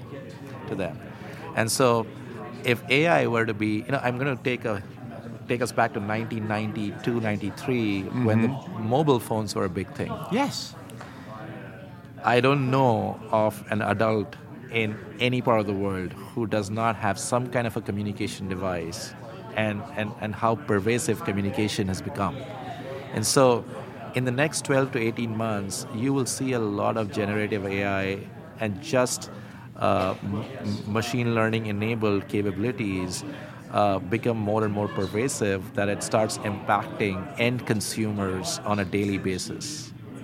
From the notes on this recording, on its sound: Live from Money 20/20